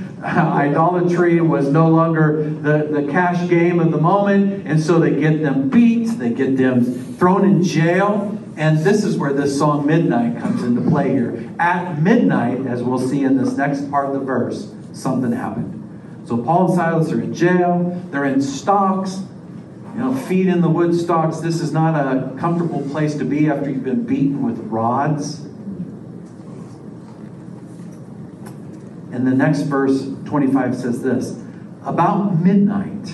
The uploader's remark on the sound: This is a sermon I preached at the Union Gospel Mission Men's Shelter on April 11th, 2023.